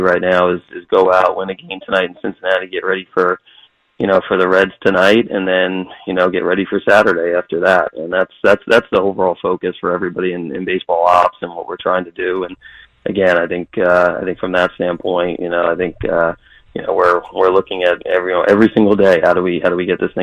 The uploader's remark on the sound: 97.3 The Fan. Fans call in to react to the interview.